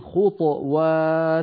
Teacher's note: من العرب من يقول خطوات فيبقي الطاء ساكنة مقلقلة